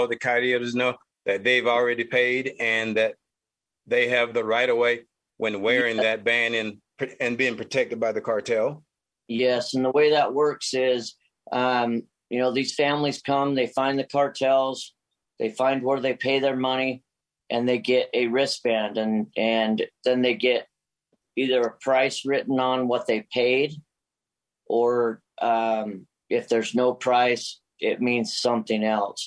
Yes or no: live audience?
no